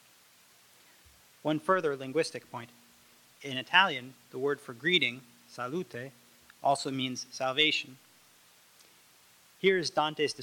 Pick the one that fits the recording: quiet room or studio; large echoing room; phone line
large echoing room